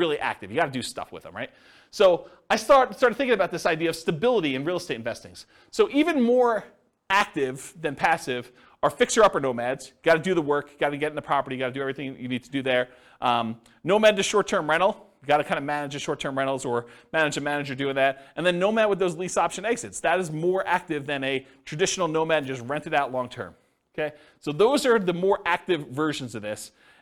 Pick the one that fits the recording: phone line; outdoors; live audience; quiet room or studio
live audience